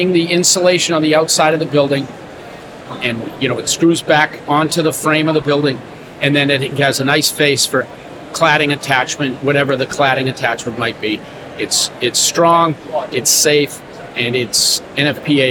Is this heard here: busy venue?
yes